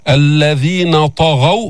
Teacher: فخم الطاء، حرف إطباق واستعلاء، والغين أيضا مفخمة بعدها